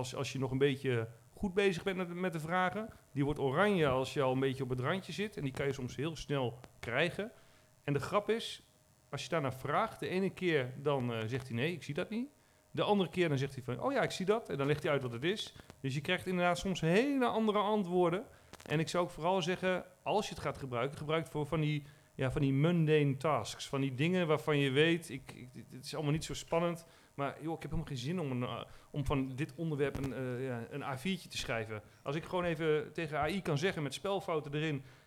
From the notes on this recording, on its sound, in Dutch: LIVE PODCAST tijdens 'Let's Talk.Twee jaar Podcast De Bouw Belofte'.